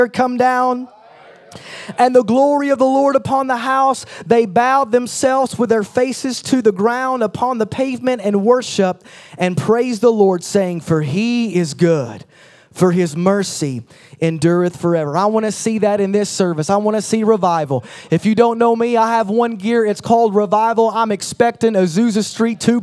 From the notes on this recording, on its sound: at a combined service for United Young Adults and Impact Youth Ministries